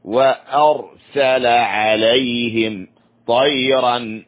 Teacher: الراء هنا مفخمة لأنها ساكنة ما قبلها مفتوح